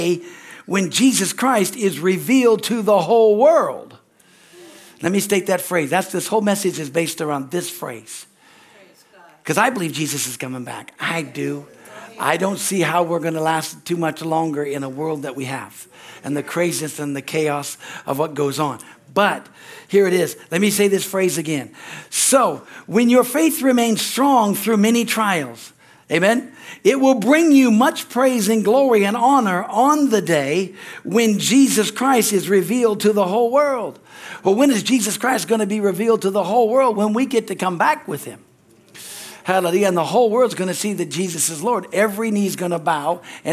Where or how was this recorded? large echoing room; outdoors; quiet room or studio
large echoing room